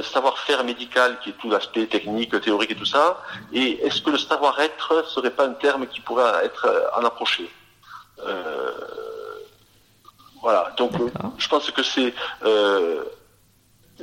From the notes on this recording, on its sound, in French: au cours d’une conversation téléphonique que nous avons enregistrée pour vous